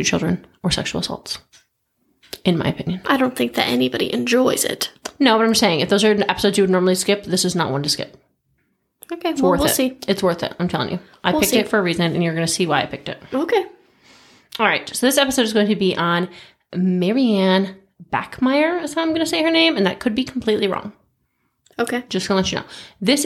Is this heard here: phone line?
no